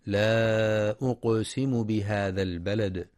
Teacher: ينتبه القارئ للمد المنفصل في لا أقسم، حيث يمد 4 أو 5 حركات لحفص من طريق الشاطبية، وينتبه لقلقلة القاف الساكنة في أقسم وقلقلة الدال الساكنة في البلد عند الوقف عليها.